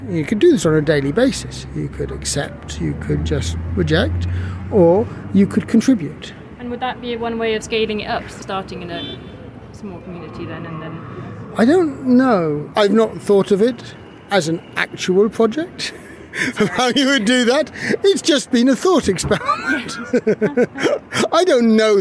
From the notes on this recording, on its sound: This episode was recorded outside on a mobile phone, and the audio quality reflects this. Recorded whilst traveling.